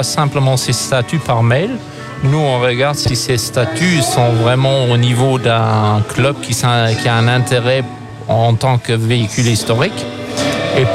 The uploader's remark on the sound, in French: À l'occasion de l'édition 2023 de la Vintage Cars & Bikes à Steinfort, Pep's Radio y était en direct.